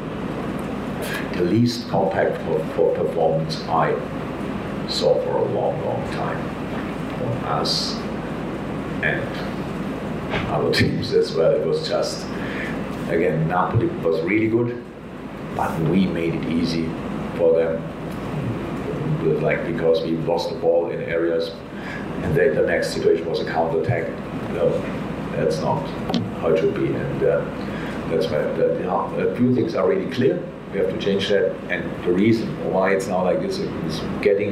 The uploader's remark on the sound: Post-Match Press Conference. Spoke to the media.